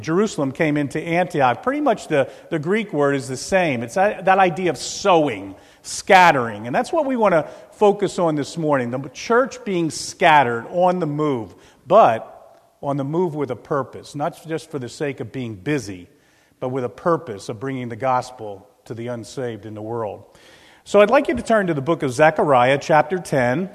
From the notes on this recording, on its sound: This is a recording of the Lebanon Bible Fellowship Church in Lebanon, PA on 5/1/2016 during the morning service